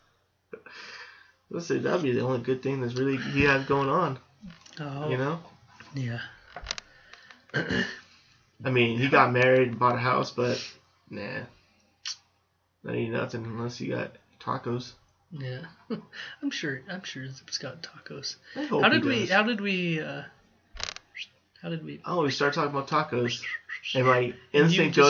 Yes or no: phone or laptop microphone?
yes